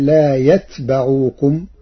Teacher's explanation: قرأ ورش كلمة يتبعوكم بسكون التاء وفتح الباء